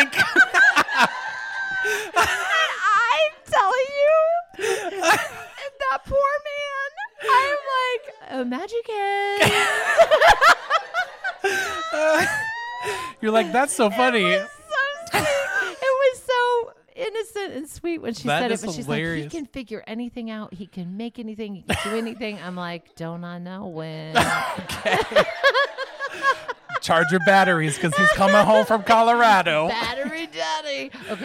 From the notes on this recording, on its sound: W/ our LIVE audience. We're recording live with an audience, and trust us, the laughter is contagious!